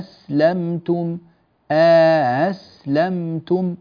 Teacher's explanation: فقالون يسهل الهمزة الثانية ويدخل بين الهمزتين ألفا مقدارها حركتان